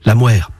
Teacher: À Cercques, la consonne initiale se labialise. On avance les lèvres. La mère. Et puis, jusqu'au XVIIIe siècle, on roulait le R, ce qui le rend très proche d'un L.